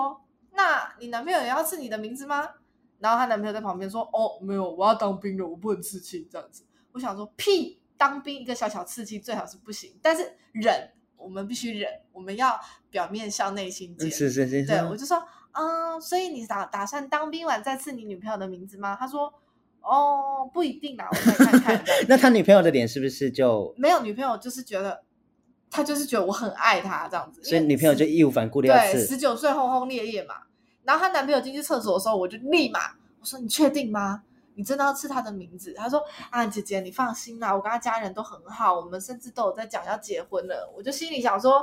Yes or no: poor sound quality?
yes